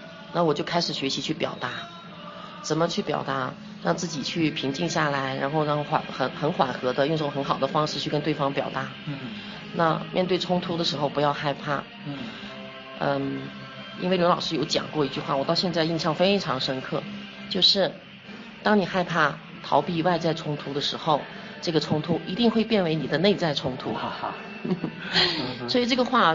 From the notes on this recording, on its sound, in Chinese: 因為是在咖啡廳錄製的關係，所以還會聽到咖啡機。錄製地點 中國雲南省昆明巿。又帶我去了一家名為『當年情』的…主題咖啡館。